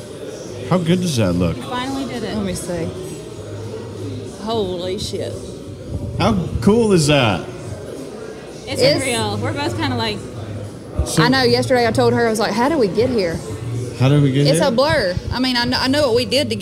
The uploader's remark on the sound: Recorded at Party Fowl in Nashville, TN